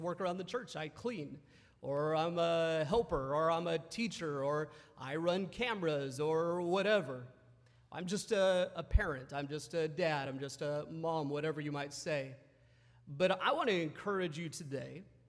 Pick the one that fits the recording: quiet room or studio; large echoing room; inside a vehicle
large echoing room